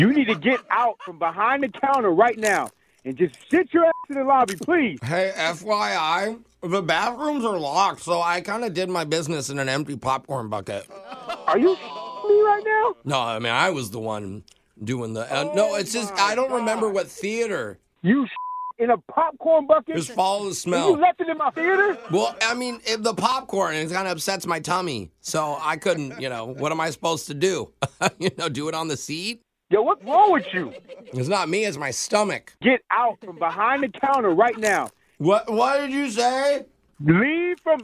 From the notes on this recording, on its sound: In your Phone Tap, we’re calling a movie theater manager first thing in the morning